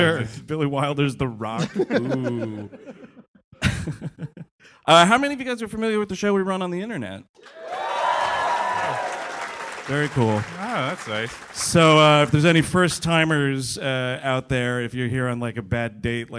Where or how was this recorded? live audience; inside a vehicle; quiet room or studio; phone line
live audience